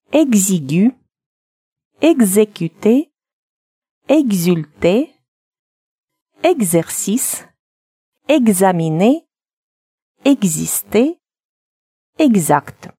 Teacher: звук «с» превращается в звонкий вариант «гз»